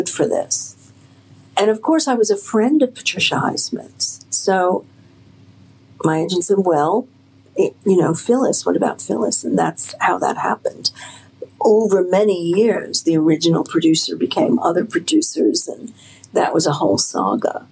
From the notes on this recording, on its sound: we had to record this episode on our phones